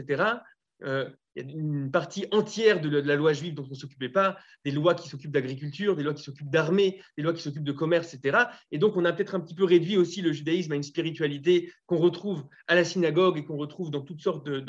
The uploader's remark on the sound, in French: Nous diffusons ici l'enregistrement du premier Zoom de Shofar